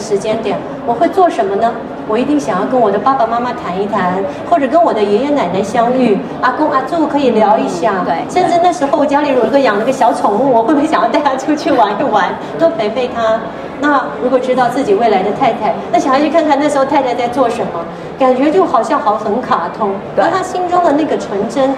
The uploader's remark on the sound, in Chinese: 在2023台北國際書展座談會上。在佛光山攤位舞台上。